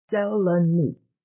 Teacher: coming down heavily on the first syllable